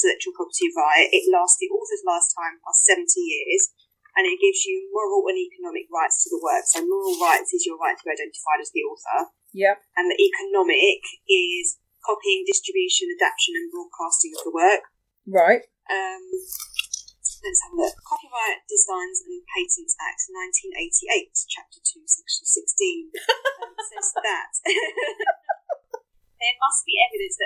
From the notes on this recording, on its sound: Our second podcast recorded in isolation. We seem to be getting to grips with the sound levels while recording in different homes, hurrah!